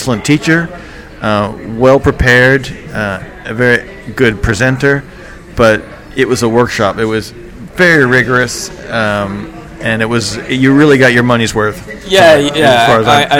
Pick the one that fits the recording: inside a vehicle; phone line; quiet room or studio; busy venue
busy venue